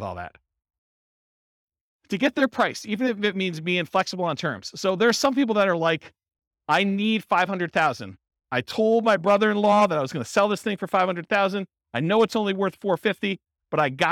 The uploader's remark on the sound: Real estate entrepreneurs in Sterling Heights, Michigan. This was a live class recorded.